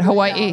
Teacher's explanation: there's a glottal stop there